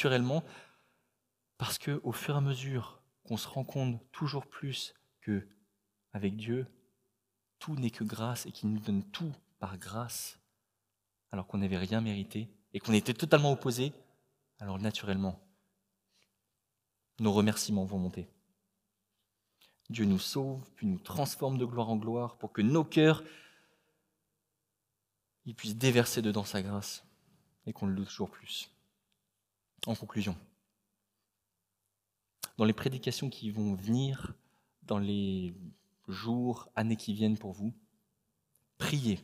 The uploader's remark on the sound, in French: Enregistré à l'église CVV, le 12/09/2021